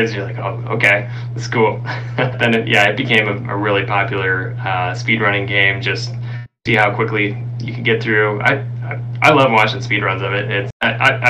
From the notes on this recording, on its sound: APOLOGIES FOR THE AUDIO - We had some technical difficulties that could not be edited around.